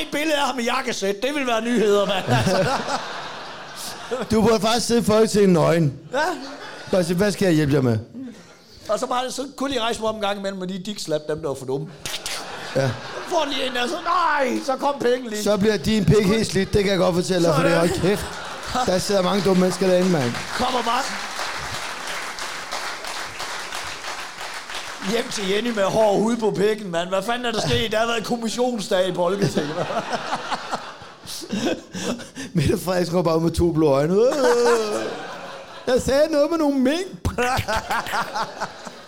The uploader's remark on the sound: der er optaget live i Fredericia